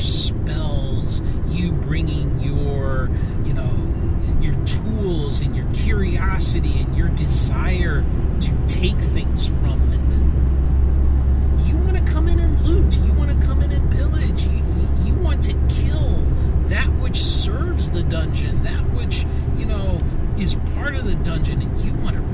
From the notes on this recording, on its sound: In a "commute episode", with the expected audio quality (or lack-thereof)